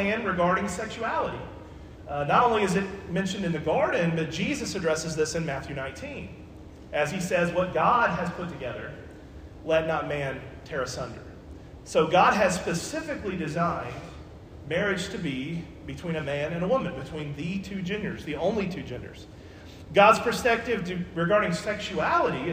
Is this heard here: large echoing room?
yes